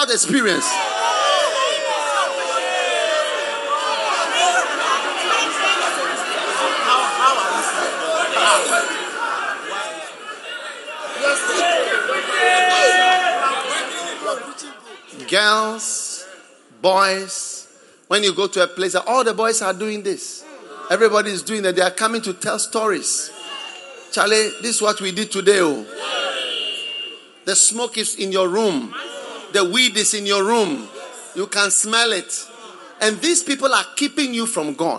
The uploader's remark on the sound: Preached at the Prophetic Encounter Service.